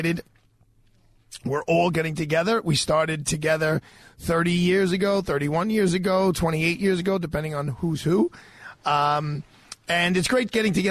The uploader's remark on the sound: LIVE FROM MARCO POLO RISTORANTE